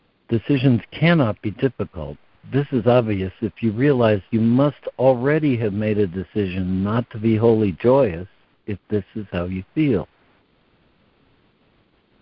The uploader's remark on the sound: ACIM Daily Conference Call